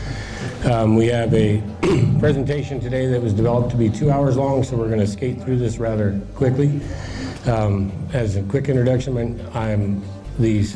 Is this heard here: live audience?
yes